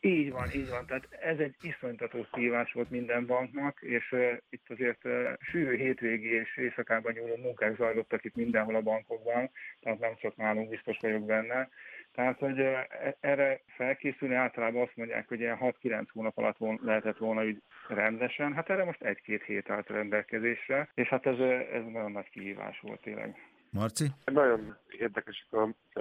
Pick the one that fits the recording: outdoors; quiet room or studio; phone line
phone line